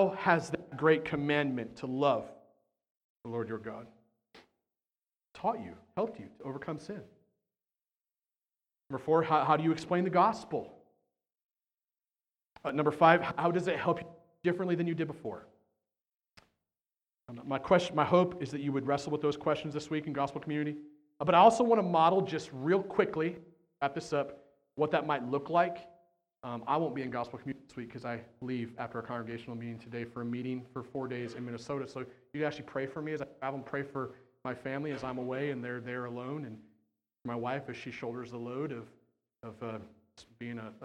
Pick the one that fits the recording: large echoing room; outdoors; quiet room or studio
large echoing room